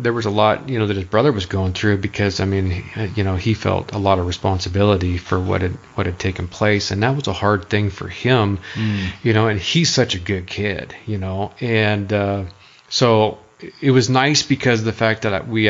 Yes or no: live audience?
no